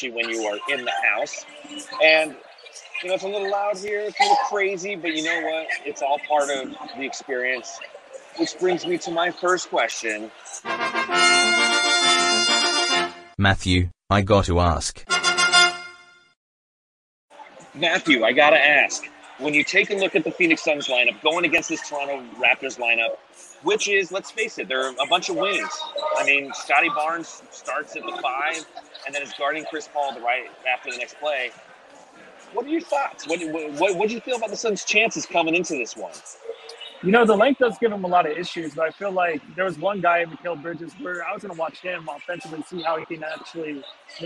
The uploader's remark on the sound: LIVE from Bright Side Night. Coming to live from the arena.